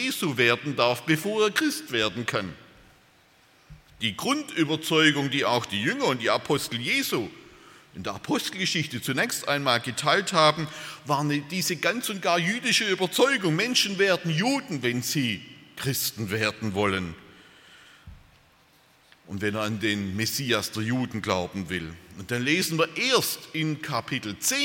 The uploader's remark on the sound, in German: aus dem Gottesdienst der Liebenzeller Mission